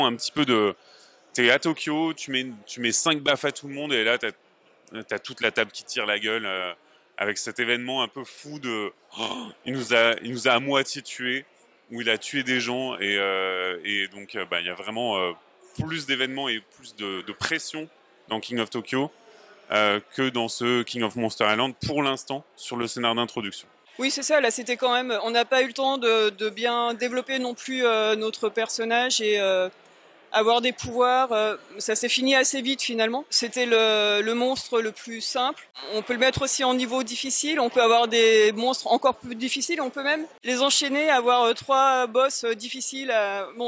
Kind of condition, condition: setting, busy venue